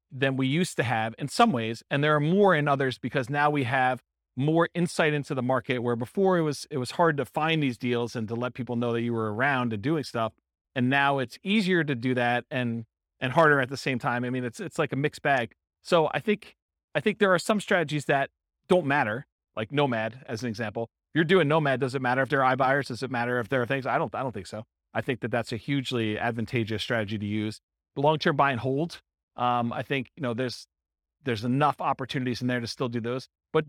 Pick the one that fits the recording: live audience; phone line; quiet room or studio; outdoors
live audience